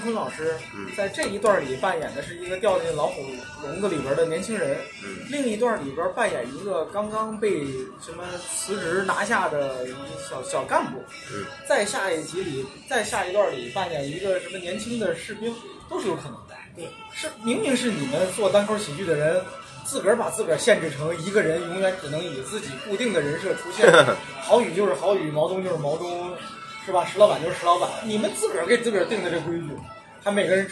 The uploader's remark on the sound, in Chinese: 先是在饭桌上聊起我这个想法来，继而就忽然觉得“不如就现在试试吧！”。多年来一直随身携带录音设备的我偏偏那天忘带了录音机，于是就把一部手机摆在了饭桌上，后来发现竟然也还能听清。那天我们一直吃到饭馆关门，大家在音频里还能听到店伙计催促我们离开的声音。与棚内录制的谈话节目相比，确实有点不一样的现场感。